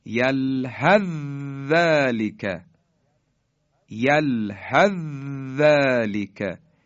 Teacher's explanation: حالا نحوه ادغام اینها رو توجه بفرمایید، به مثالهاش توجه کنید، یلحث، سه سه نقطه، یلحث رسید به حرف ذال، ذالک حالا در هم ادغام میشن، یلحث ذالک، یلحث ذالک، یعنی سه سه نقطه کاملا از بین میره و حرف ذال مشدد بیان میشه